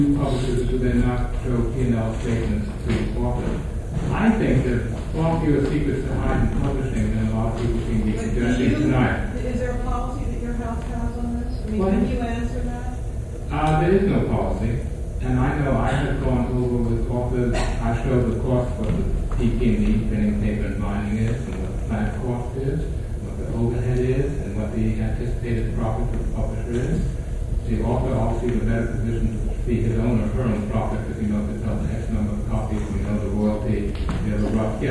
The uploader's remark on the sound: Organized by PEN's Author's Right to Information Committee. The floor is then opened to the audience for any comments or questions.